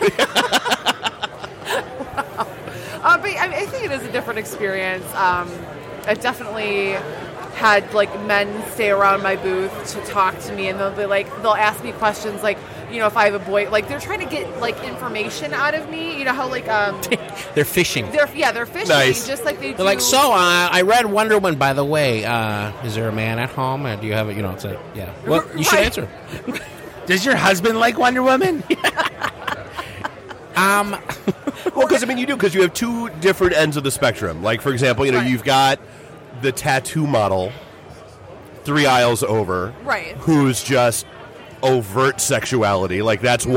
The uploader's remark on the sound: Live from Astronomicon